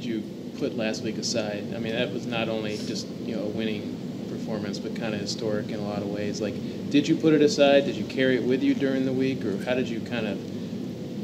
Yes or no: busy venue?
yes